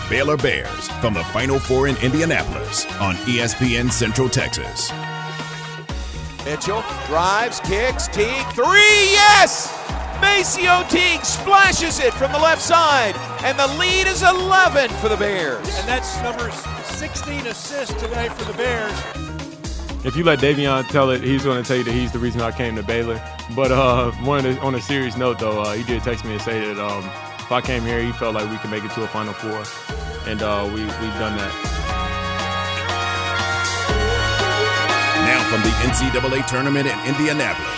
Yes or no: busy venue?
yes